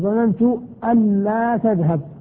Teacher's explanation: والفاصل الثاني حرف نفي، أن يكون بين أن المخففة والفعل حرف نفي، كأن تقول ظننت أن لا تذهب، ظننت أن لا تذهب، طبعا سيكون إدغام بين أن ولا